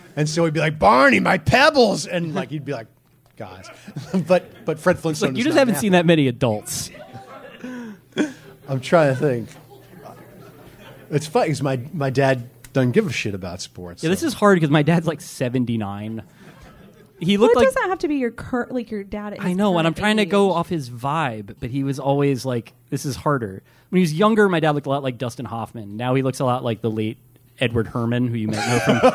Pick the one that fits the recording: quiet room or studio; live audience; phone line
live audience